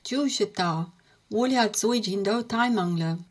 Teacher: 最近 was just a bit rushed and 近 kind of got lost. That actually might be the only area in this whole thing where a Chinese person might ask you to say that again, because 最近, 近 needs its full representation in the sentence, and it felt a little bit rushed.